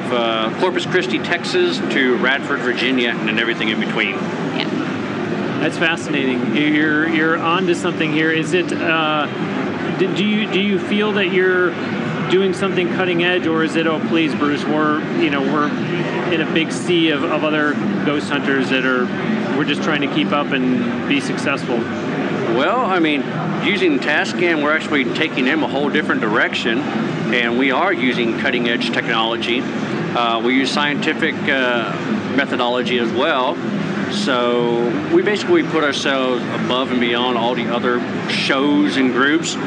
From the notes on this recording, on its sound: sat down for a Q&A as well during the Winter 2017 NAMM show in California